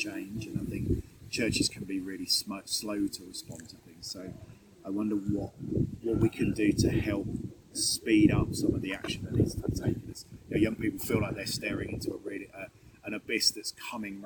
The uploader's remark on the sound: You can hear the wind blowing rough and ready as they sat outside the Cathedral!! Connected is produced by the Youth Connectors at the Diocese of Gloucester.